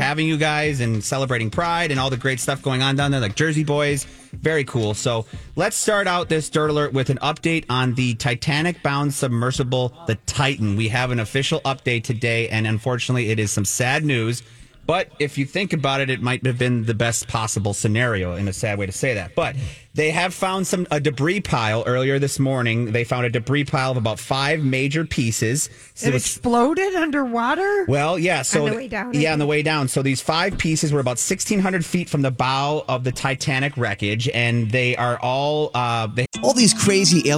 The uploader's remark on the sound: live form Chanhassen Dinner Theatres